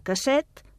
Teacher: En català s'escriu adaptat, amb doble S i acabat en T, i es pronuncia amb S sorda